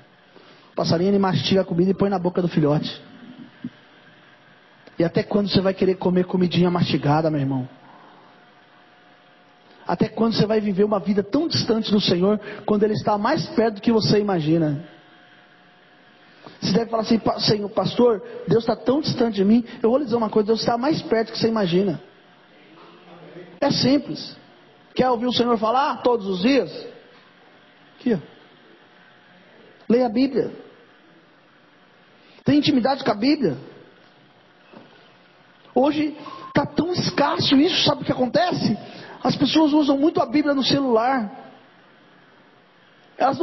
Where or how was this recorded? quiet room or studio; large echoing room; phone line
large echoing room